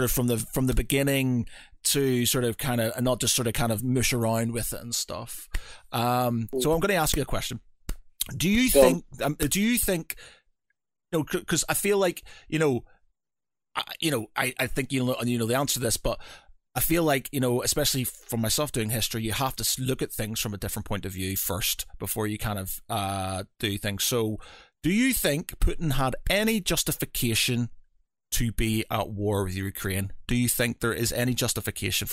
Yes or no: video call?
no